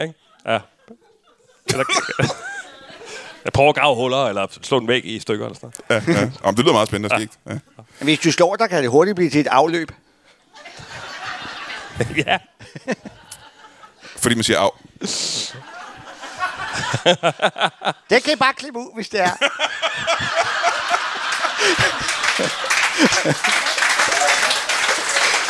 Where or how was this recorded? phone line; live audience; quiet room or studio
live audience